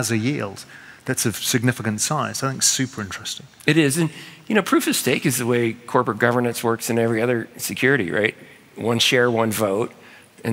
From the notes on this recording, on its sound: In this special episode recorded live at SALT NY.